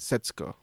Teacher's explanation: It's more like the ooh is kind of swallowed. It's kind of Setsuko.